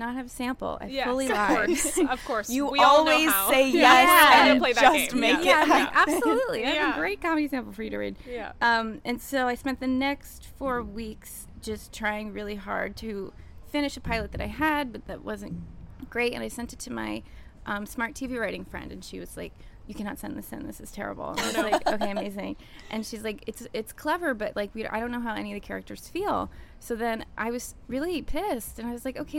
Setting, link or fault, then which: setting, busy venue